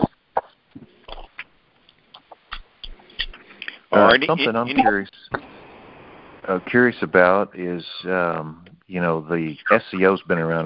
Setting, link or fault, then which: link, phone line